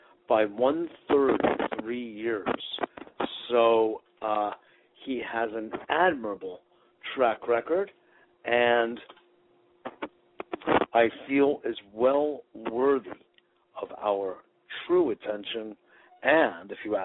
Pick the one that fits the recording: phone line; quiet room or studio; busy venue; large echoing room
phone line